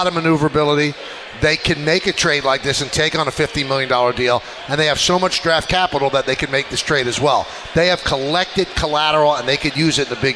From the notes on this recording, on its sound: live from K Korner Bar in Citi Field